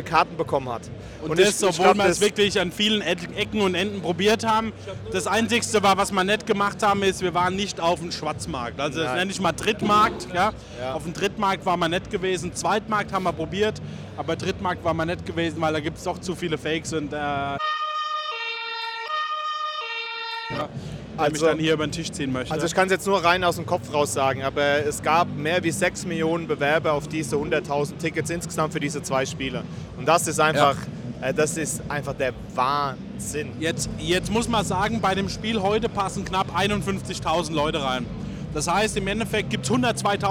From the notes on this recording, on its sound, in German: Live aus dem Waldstadion in Frankfurt.